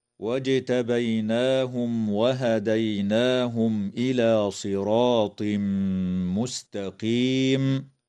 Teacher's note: تقلقل الجيم في كلمة واجتبيناهم